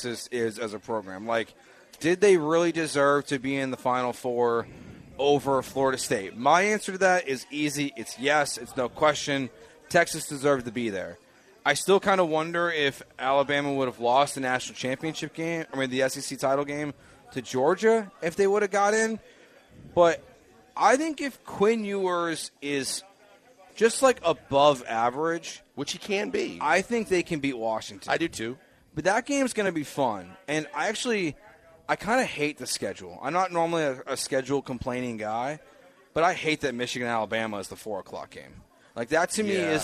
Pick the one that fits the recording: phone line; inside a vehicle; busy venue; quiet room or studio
busy venue